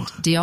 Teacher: With a little bit of a guttural at the end